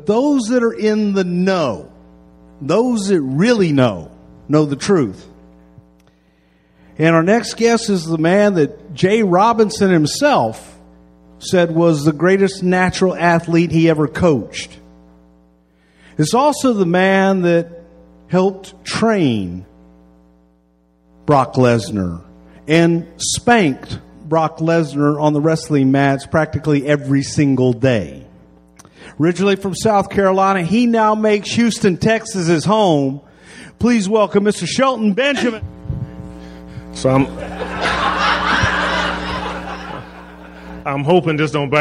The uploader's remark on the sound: recorded at the Houston Improv.